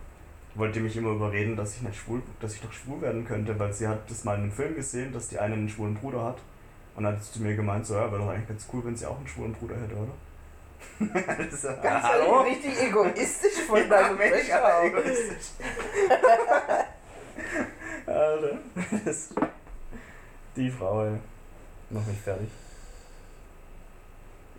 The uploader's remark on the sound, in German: Die Tonqualität musste dieses mal leider unter Corona leiden